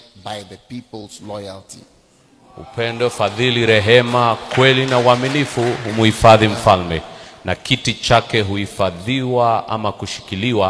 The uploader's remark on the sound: Preached at the day 2 of the Healing Jesus Campaign Pastors Conference in September 2023, Narok, Kenya.